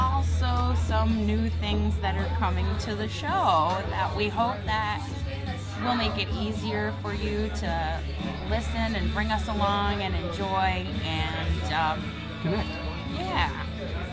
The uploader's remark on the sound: Live From No. 3 Craft Brews in Cape Coral (FB Live Audio). This is the audio from last night's FB Live beer chat. We are experimenting with some new software and are trying our hand at an enhanced AAC audio podcast format.